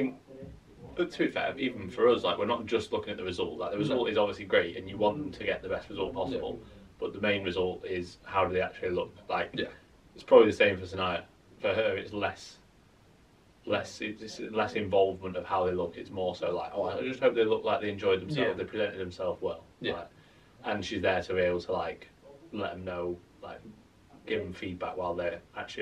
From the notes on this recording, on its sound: Apologies for the sub optimal audio today.